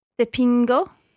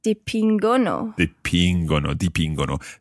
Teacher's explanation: where the first person and the sixth person, the third person plural, have a hard sound, the hard G sound